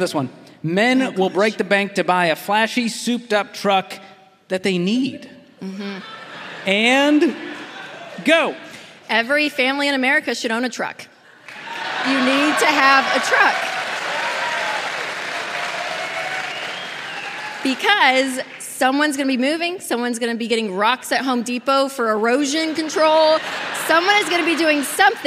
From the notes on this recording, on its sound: Featuring the very first LIVE audience in the new Ramsey Event Center. From the Smart Conference stage.